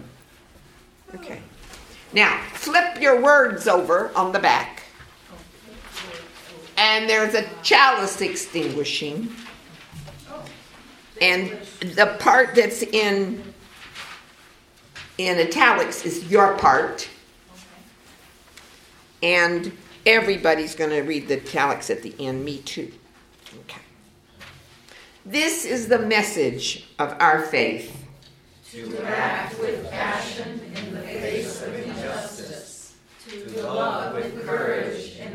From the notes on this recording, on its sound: This episode was recorded June 23, 2019 at a talk I gave at the Prescott Unitarian Universalist Fellowship. At a talk I gave at the Prescott Unitarian Universalist Fellowship, affectionately known as PUUF.